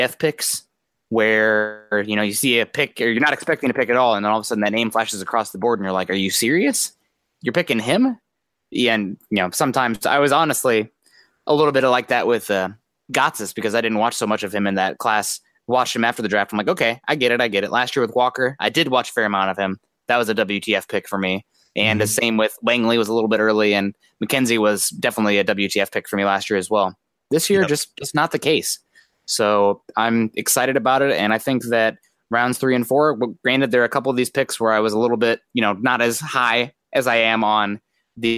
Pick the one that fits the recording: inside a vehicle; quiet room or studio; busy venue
quiet room or studio